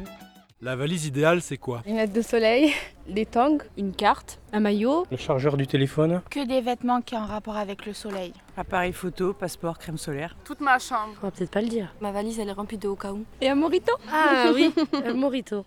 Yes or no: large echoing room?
no